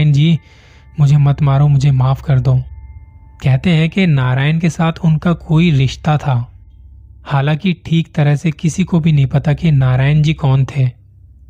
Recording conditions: phone or laptop microphone